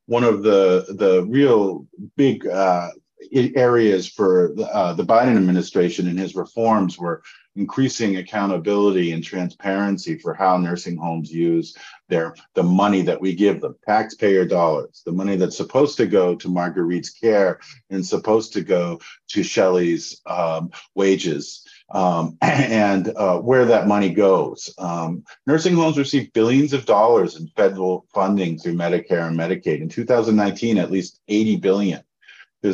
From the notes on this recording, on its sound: sharing the audio from Consumer Voice’s webinar